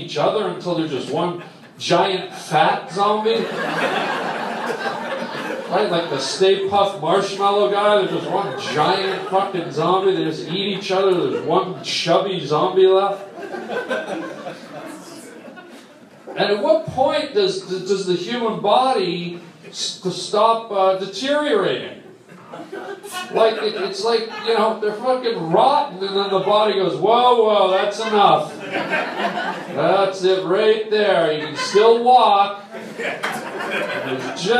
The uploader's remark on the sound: live on stage at the Hollywood Improv